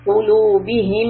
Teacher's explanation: here you have a meme with a shadda. So you're going to hold it like قلوبهم and the humming.